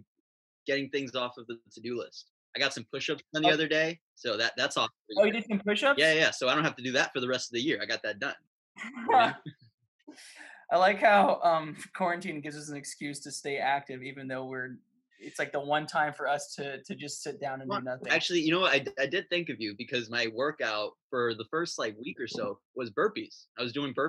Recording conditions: video call